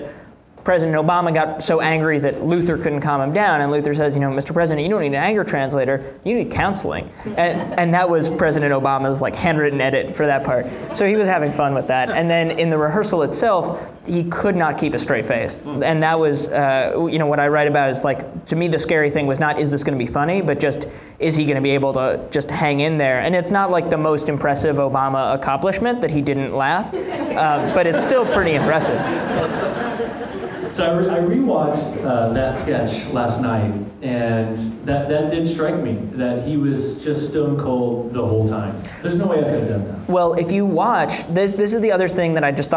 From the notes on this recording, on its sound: In a live discussion in Chicago.